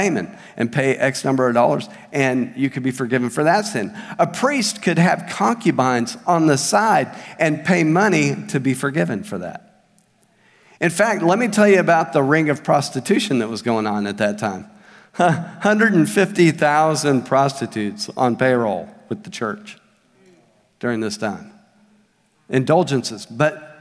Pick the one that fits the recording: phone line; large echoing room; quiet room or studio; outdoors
large echoing room